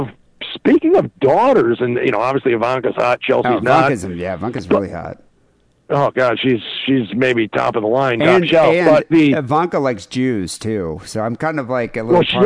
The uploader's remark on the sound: Phone calls.